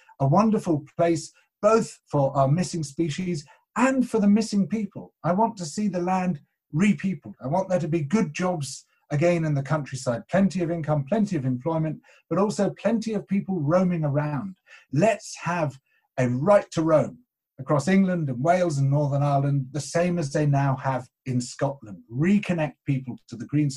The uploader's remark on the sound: This talk was recorded at the second online 5x15 in May 2020.